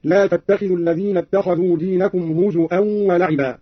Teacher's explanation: قرأ قالون بهمز الواو هكذا: لا تتخذوا الذين اتخذوا دينكم هزوا ولعبا.